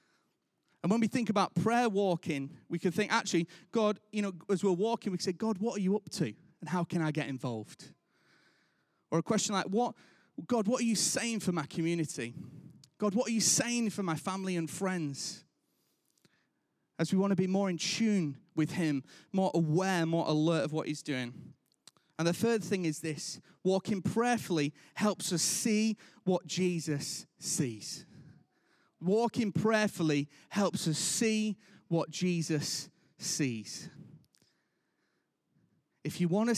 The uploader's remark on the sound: Recorded live at Life Church Lancashire